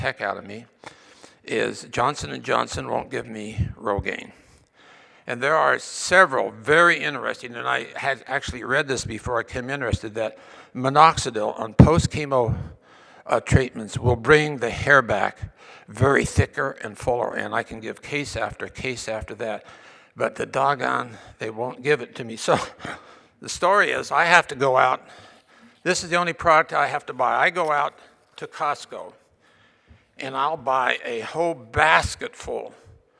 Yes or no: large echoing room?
yes